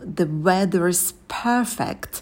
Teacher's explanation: The weather is this linking r. У нас одно слово заканчивается на r, следующее слово начинается на гласный. То мы все это сливаем. · В слове perfect добавляете придыхание на p.